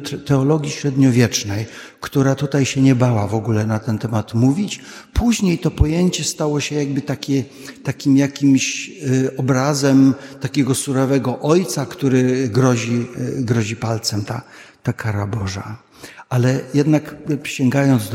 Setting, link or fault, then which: setting, large echoing room